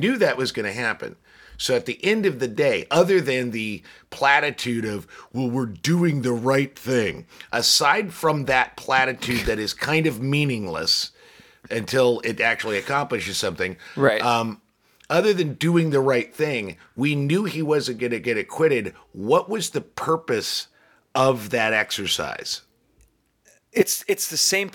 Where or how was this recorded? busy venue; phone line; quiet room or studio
quiet room or studio